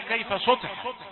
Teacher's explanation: السين يأتي فيها جزء ولو قليل من الصاد